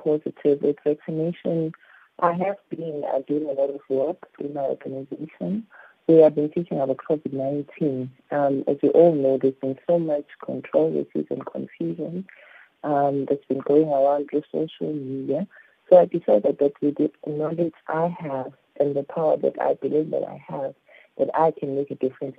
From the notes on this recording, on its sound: We are joined on the line.